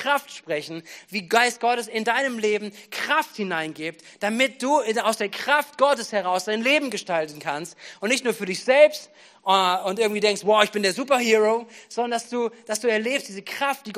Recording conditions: large echoing room